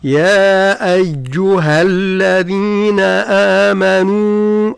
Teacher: الأصل فيها مد لكن التقى ساكنين فعند الوصل يسقط